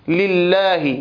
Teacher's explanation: فاللام هنا مكسورة وهي مرققة كما هو معلوم